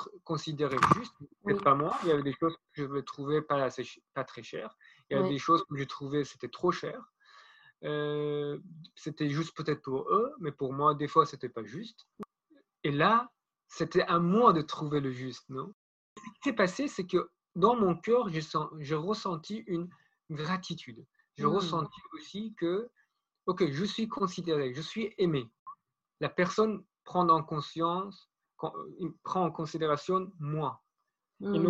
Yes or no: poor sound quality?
yes